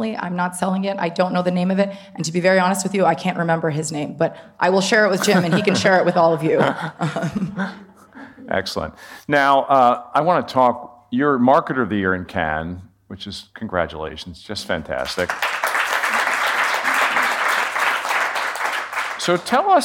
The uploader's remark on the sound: This bonus episode of the CMO Podcast was recorded in front of a live audience at the 2022 Cannes Lions International Festival of Creativity.